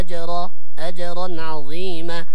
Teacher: إذا وقفنا على كلمة عظيما لابد من تبيين أو الوقف عليه بمقدار حركتين لأنه مد عوض